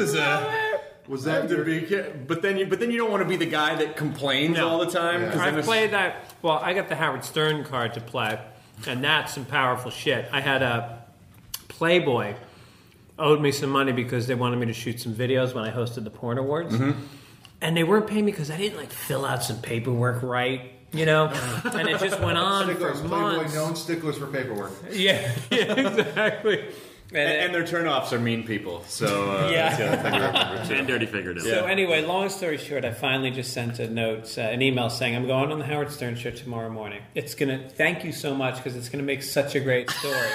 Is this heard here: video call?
no